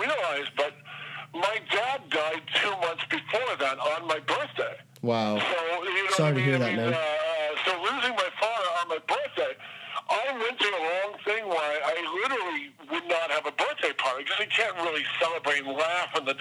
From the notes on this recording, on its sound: We did a phone interview